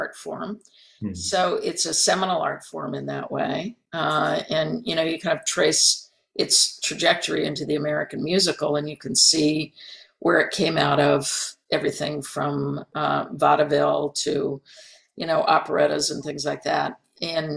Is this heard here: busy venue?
no